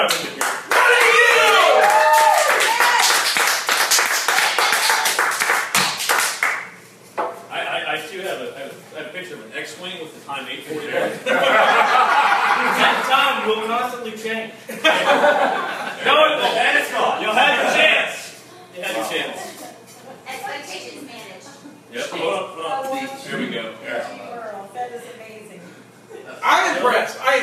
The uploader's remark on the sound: LIVE Mopcast Networks 2nd Birthday Bash! Record at Industry in Mobile, Alabama.